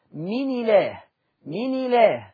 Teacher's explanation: يبقى حركة الكسر هتروح لحرف النون · Term: النقل